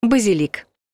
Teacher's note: просто нужно сказать о растении, пряности, ударение ставьте на последний слог — «базилик».